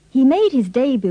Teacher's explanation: pronounce the E of debut with the sound of the A-Y in pay, and the U with the sound of the double O in zoo. Don't pronounce the T.